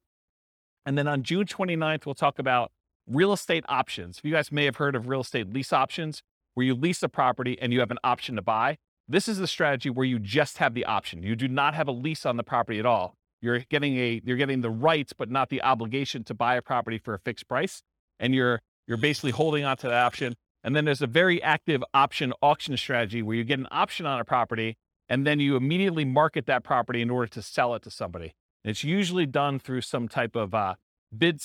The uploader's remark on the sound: This was a live class recorded